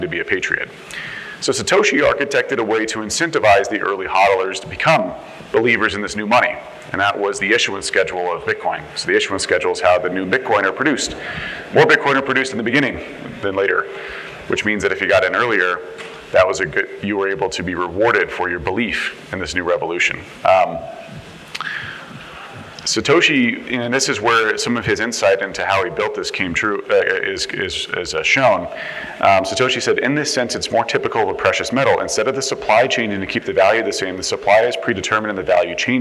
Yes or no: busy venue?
yes